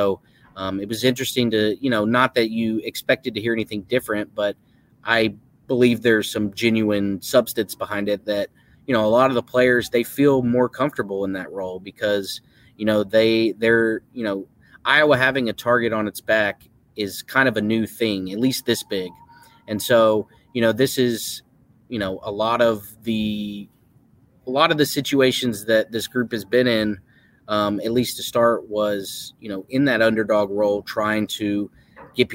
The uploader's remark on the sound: Live from Dallas. Live from American Airlines Center in Dallas.